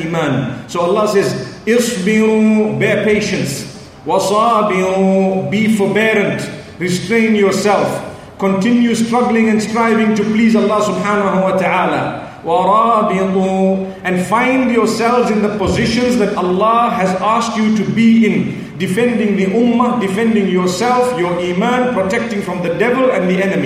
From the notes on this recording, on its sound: Connecting the Pearls Conference, Manila Philippines